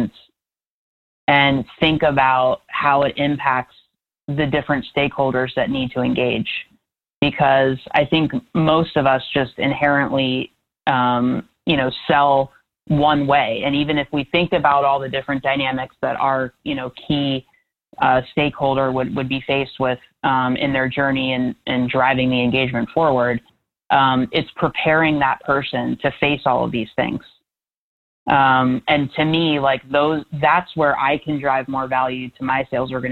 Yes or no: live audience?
no